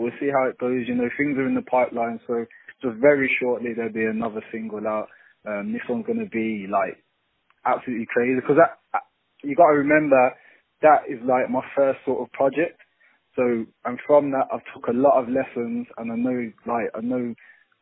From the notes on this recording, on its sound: On the phone.